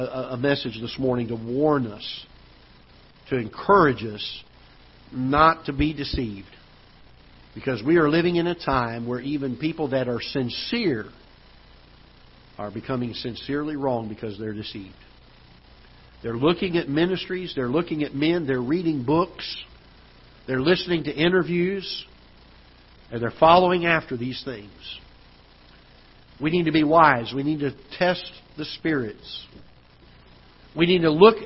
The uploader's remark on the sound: Ketha Heights Baptist Church ~ Live Broadcast